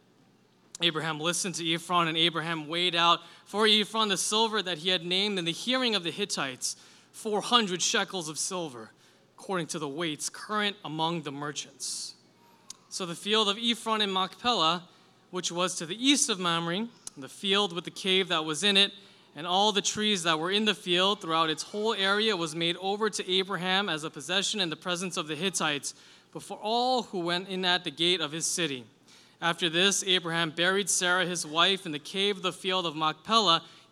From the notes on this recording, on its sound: Delivered this sermon for our July 30, 2023, Sunday worship service. This service was a "Liberti Kids" Sunday and included a short kid-friendly sermon.